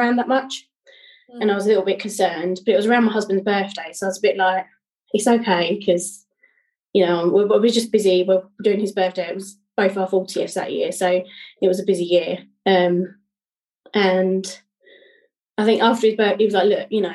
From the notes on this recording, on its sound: This episode was pre-recorded on zoom.